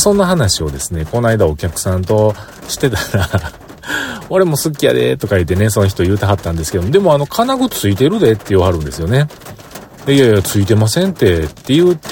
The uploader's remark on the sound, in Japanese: 大気が不安定、そして大粒の雨。車から出られず、収録。